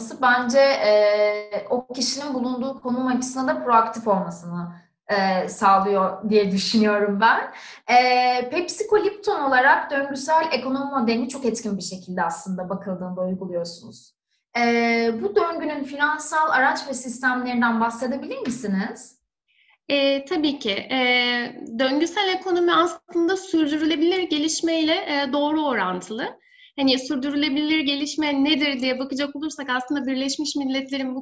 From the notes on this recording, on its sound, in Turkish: webinar serimizin dördüncü yayını